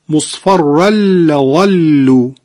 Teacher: دو تا لام مشدد در نزدیکی همدیگه درست شده که باید اون تشدیدش رو به خوبی ادا بکنیم و صدای لام مشدد رو قطع نکنیم. همچنین را رو هم نباید صداشو قطع بکنیم.